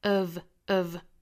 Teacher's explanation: of 这个 v 一定是上牙去摩擦下唇的一个 v